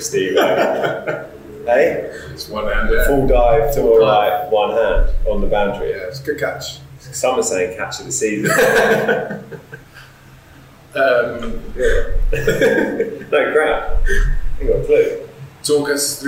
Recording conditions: poor sound quality